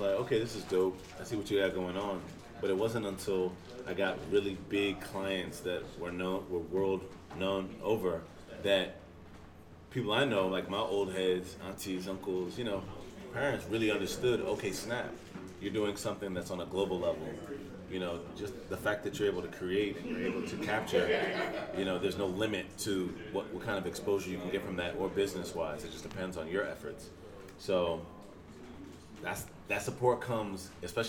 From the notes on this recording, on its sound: Night at the Dojo. Use the background as white noise.